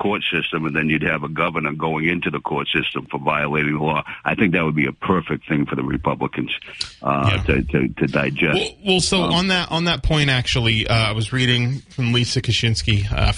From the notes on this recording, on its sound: takes calls from the audience